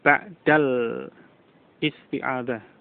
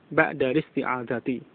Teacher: hamzah wasal tidak diucapkan, sehingga diucapkan a listi'adah · Shown in: second take · Jadi bukan al, tetapi a.